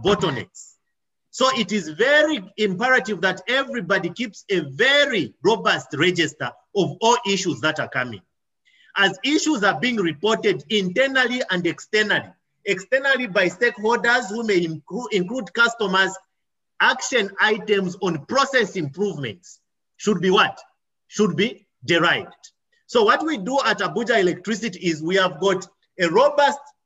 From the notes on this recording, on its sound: Presentation at the Mass Metering Webinar + Q&A.